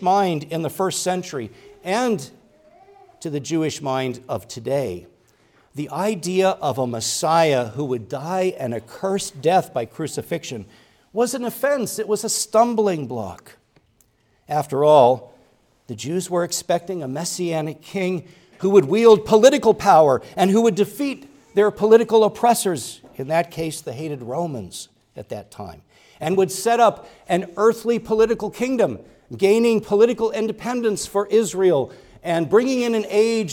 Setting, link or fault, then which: setting, large echoing room